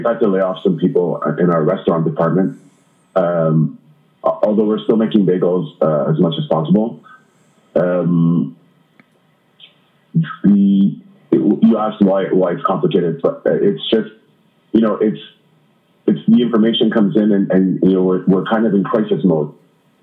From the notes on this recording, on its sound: In order to respect social distancing, we spoke on the phone. In order to respect social distancing, we spoke on the phone. While the sound isn’t always great.